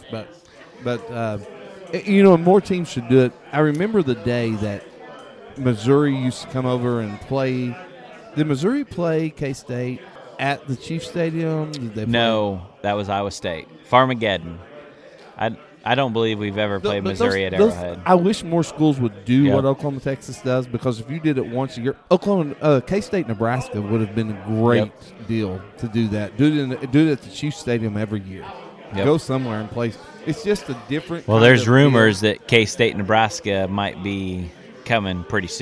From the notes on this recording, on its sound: We enjoyed a few frosty beverages on the patio of Great Life in Salina during this recording!